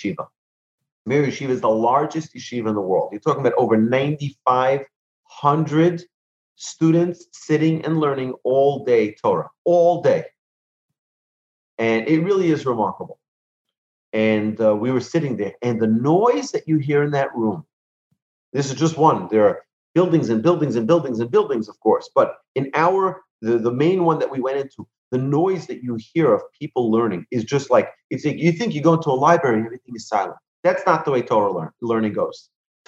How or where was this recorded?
video call